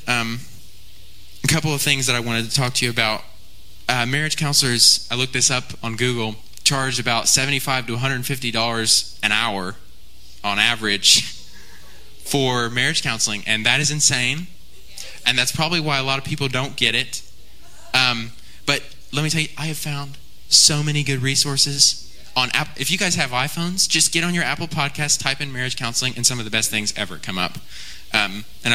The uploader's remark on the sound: Enjoy this live speaking event from over 2 years ago